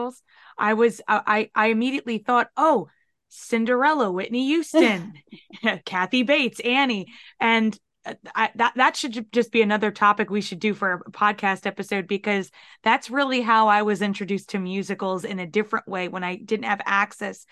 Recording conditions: video call